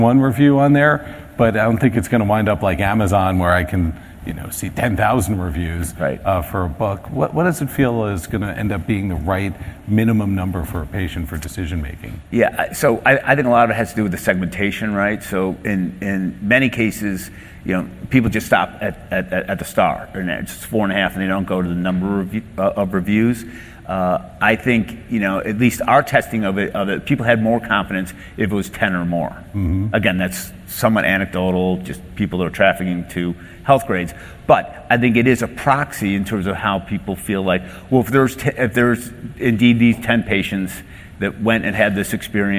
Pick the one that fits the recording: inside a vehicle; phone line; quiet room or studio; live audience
live audience